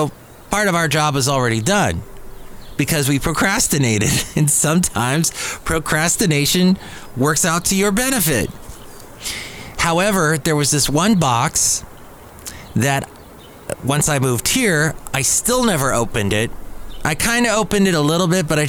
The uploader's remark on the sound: podcasts live from Cafe Anyway